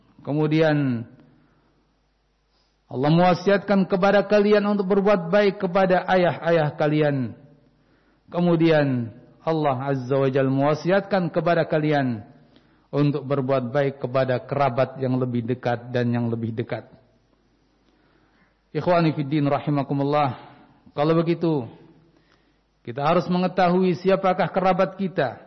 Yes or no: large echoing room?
yes